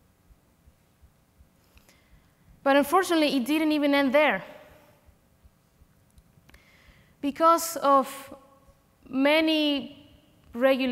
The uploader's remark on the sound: Recorded live at OCON 2023.